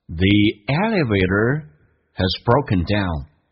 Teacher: has 不被强调，它有个弱化现象，速度加快一点，那个 a 可以弱化成 a，后面的 z 继续这个近似于发 s 这个发音，只要不是连音都可以近似于发短促的 s，叫 has。